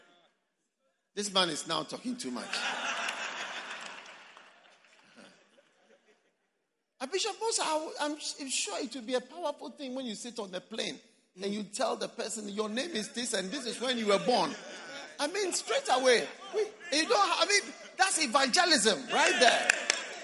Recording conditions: live audience